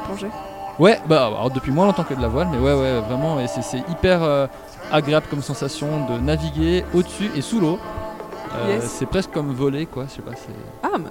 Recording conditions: busy venue